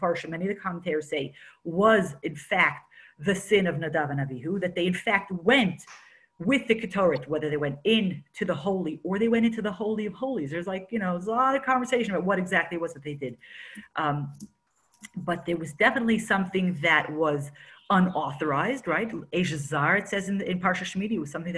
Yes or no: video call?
yes